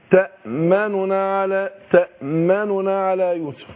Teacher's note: أخطف النون الأولى النون المضمومة · Term: الروم